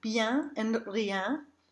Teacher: when the EN occurs after a J glide, it will be the E nasal